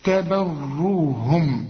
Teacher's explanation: والراء هنا بقى مشددة لكن ما غنهاش